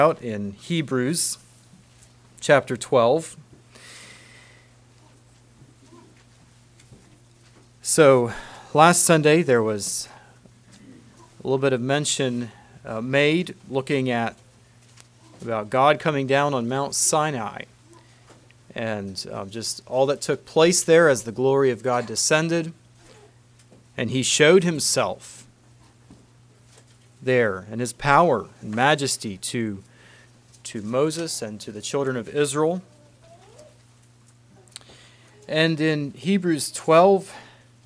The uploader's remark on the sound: Message preached at Word of Hope